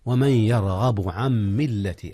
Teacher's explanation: إدغام بغنة للنون في الياء